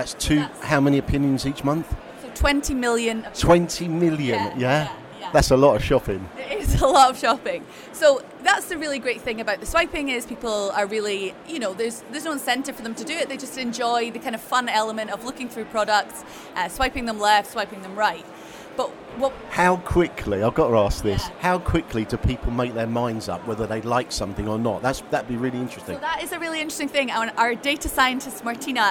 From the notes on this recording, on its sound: Unbound live special. In July we were delighted to attend the fantastic Unbound Live event at the Old Truman Brewery in London. The bustling venue showed us the best of UK innovation in tech – we had some great chats too.